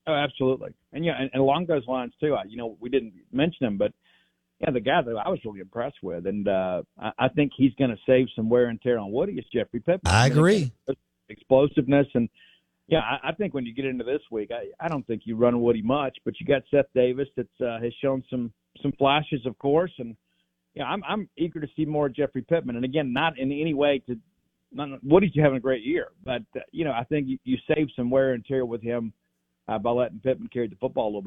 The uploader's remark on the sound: Joins the show on the Farm Bureau guest line talking about the biggest weaknesses for MSU football live in the BankPlus Studio.